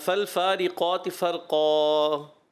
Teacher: آخر میں ہلکا سا ہا محسوس ہو رہا تھا. آخر میں ہا کی ادائیگی بھی اینڈ پہ جا کے نہیں ہونی چاہیے.